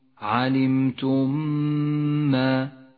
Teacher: تدغم الميم الساكنة مع الميم المتحركة فتصيران ميما واحدة مشددة ميزت باللون الأخضر إشارة إلى احتياجها إلى غنة زمنها حركتان المثال · Term: الإدغام الشفوي